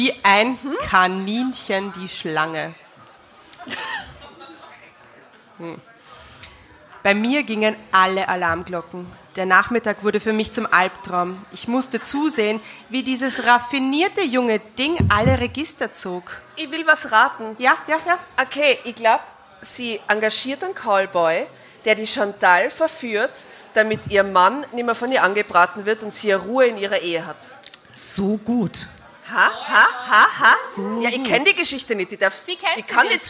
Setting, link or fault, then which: setting, live audience